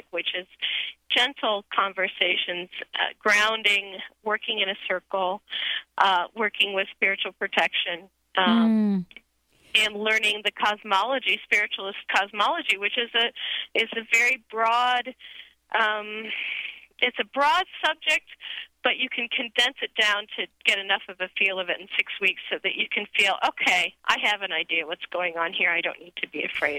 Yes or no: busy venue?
no